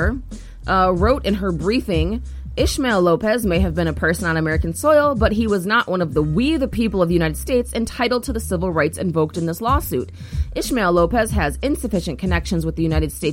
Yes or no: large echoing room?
no